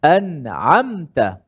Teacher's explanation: sekadar masuk mim tu di hidung dan juga di makhrajnya maka terus kita pindah pada huruf selepasnya · Term: mim mati